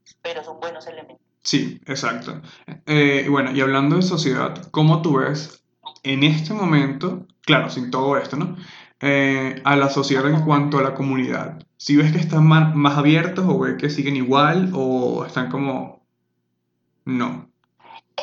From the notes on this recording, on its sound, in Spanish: pido disculpas por la calidad del audio